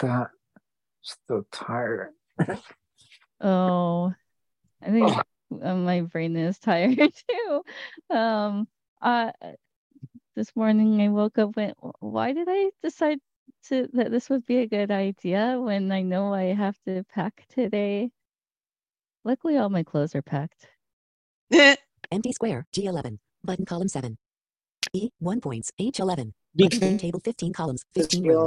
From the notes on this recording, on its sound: Originally Broadcasted June 28, 2023, on ACB Zoom.